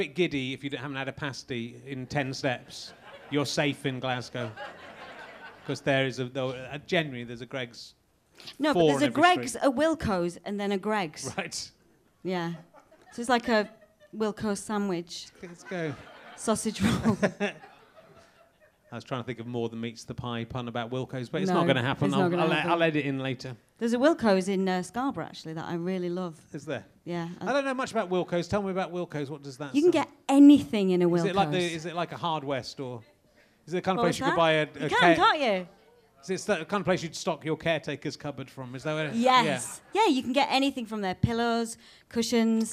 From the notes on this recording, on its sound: RHLSTP comes to the Great Yorkshire Fringe. The York audience have fun trying to name different kinds of cupboard and being insulted.